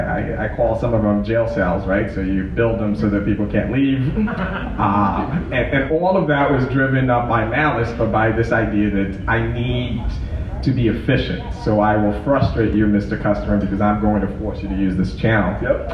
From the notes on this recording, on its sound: Live ICMI show from Chicago. Live show with an in studio audience.